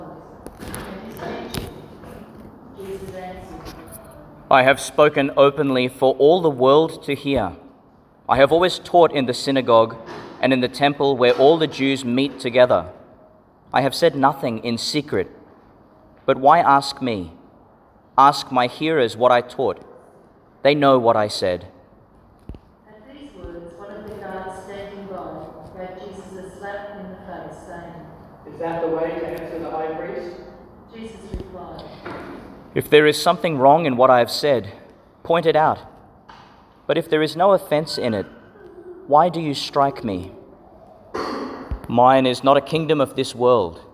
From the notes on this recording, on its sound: delivered in St Peter Chanel, Tannum Sands, Qld.